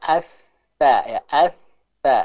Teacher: Huruf Ta keluar dengan apa? Dengan mempertemukan ujung lidah kita dengan ujung gigi seri bagian atas.